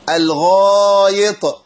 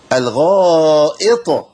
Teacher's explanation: لازم تحقق الهمزه مع الكسره بتاعتها · Shown in: second take · Term: الهمزه المكسوره